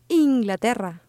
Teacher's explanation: Listen to the way that double R is rolled.